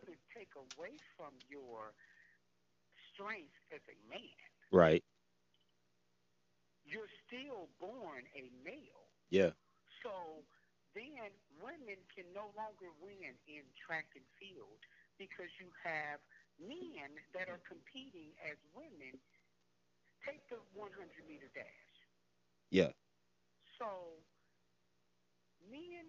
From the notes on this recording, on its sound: Had two guest over the phone today